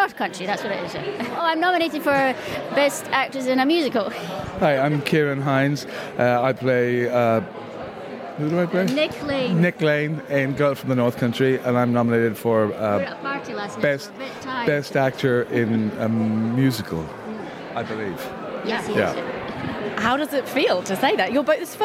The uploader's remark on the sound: a collection of interviews from the Olivier nominations launch party